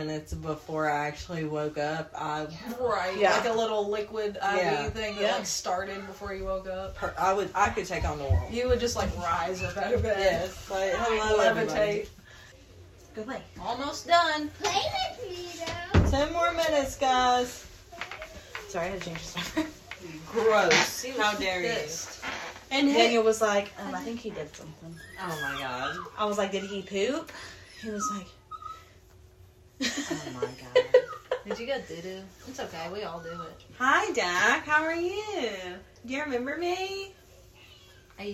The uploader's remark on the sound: warning the audio in this episode is low to reduce noice